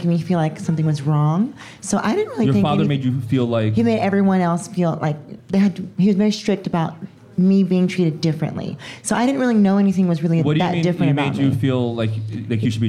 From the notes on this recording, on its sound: Enjoy our live show recorded in front of a fun, rowdy crowd at the Museum of Sex Play Lounge.